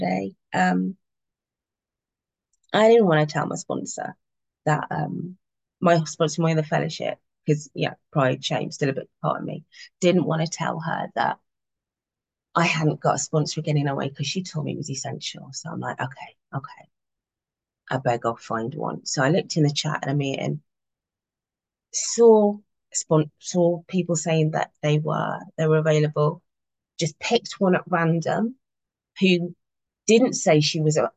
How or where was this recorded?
video call